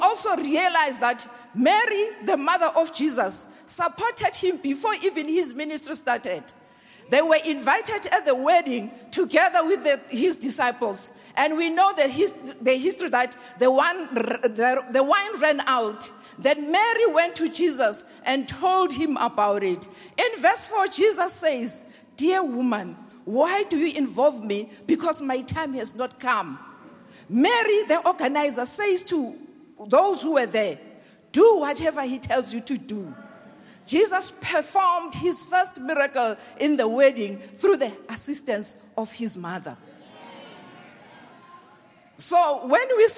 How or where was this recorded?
large echoing room